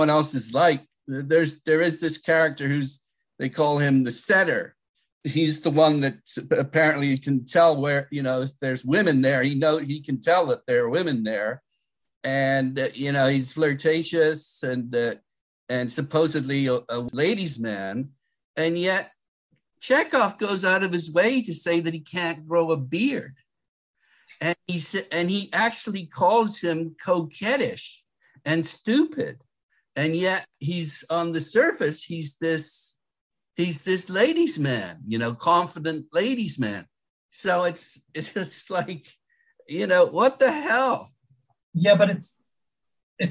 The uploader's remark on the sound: We met via Zoom.